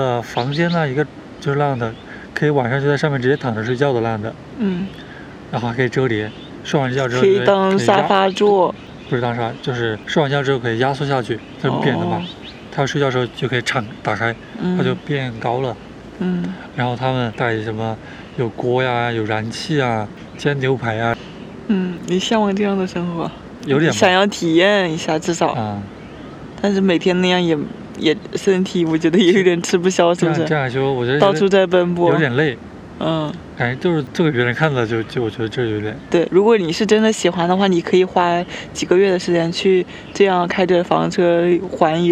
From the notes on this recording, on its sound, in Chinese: 虫鸣鸟叫。本期播客是我们五一前在公园野餐录制的。